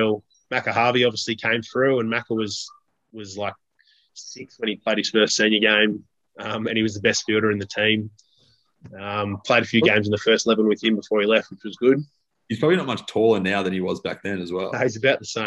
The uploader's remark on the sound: as the boys are forced onto zoom